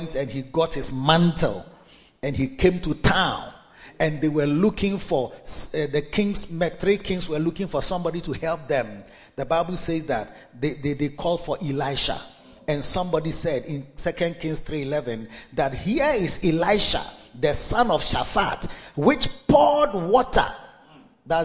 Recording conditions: large echoing room